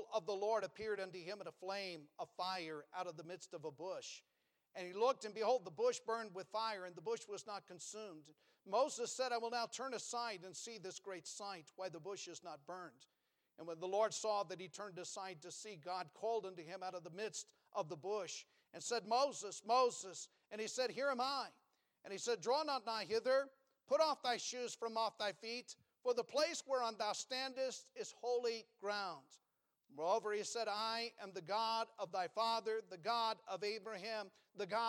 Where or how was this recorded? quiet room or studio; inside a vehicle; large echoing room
large echoing room